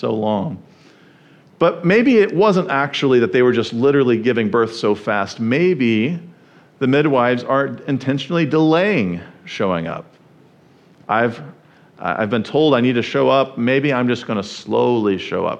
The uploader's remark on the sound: at the First Baptist Church of Jackson, MI.